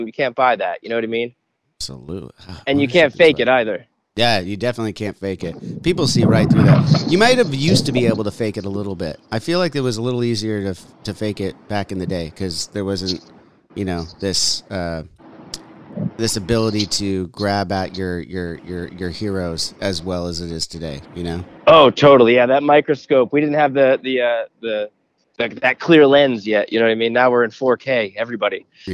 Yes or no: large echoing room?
no